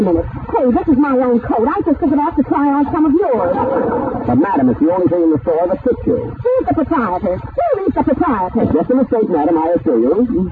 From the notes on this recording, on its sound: Audio is a bit on the mushy side, and the show starts already in progress.